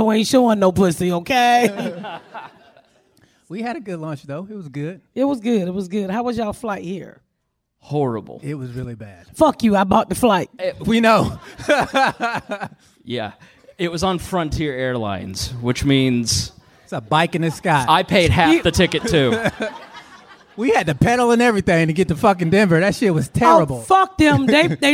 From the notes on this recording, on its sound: Live at Sketchfest. We are live in San Francisco at Sketchfest!